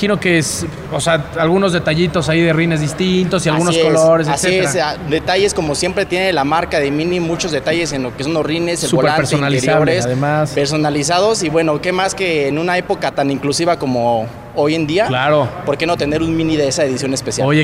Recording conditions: busy venue